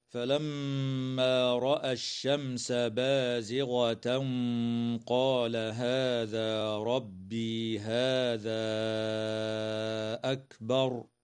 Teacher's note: الميم المشددة في كلمة فلما حكمها الغنة